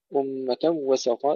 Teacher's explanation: إدغام بلا غنة لخلف عن حمزة